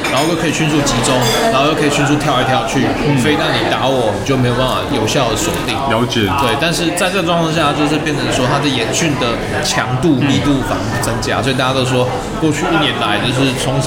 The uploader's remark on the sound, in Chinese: 本集白噪音指數：暴風級 5/5。錄音地點： Supranormal Bakery Cafe 赤峰店。